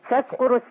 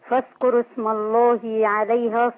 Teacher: انا عندي الواو حذفت لالتقاء ساكنين فانتقل من الراء للسين